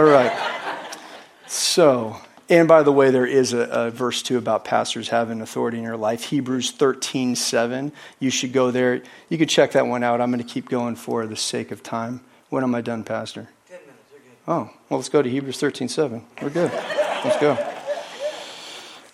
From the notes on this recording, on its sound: is from the Wednesday service on June 14, 2023 at Harvest Bible Church in Stockton, CA.